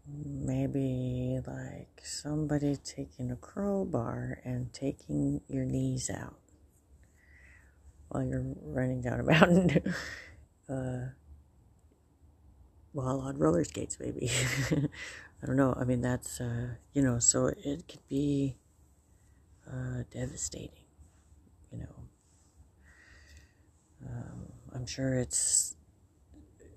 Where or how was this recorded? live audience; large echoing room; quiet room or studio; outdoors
outdoors